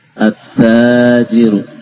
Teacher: Alnya tidak terbaca, lam sukun tidak terbaca, ya. Langsung ke taknya, At-tajiru, ya.